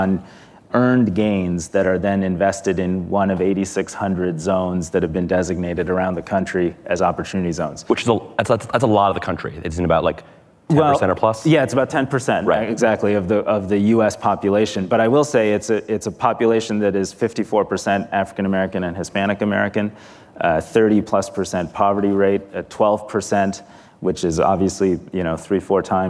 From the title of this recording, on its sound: Live at Code 2019